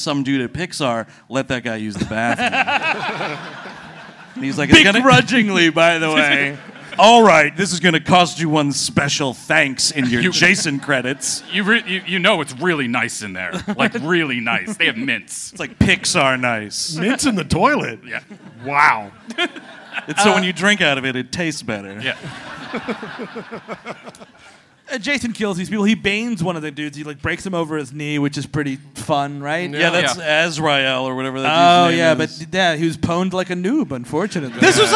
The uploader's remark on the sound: Recorded live at City Winery in Chicago, IL.